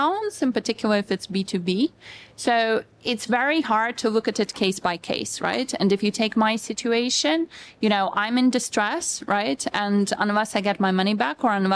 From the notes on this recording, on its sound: taped at Money 20/20 Europe in Amsterdam